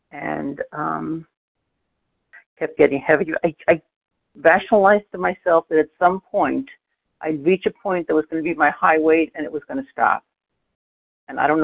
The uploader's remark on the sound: 100 Pounders Phone Meeting